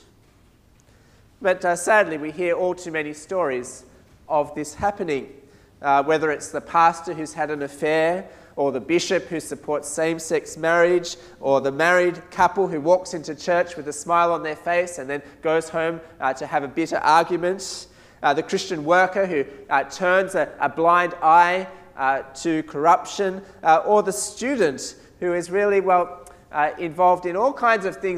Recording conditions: large echoing room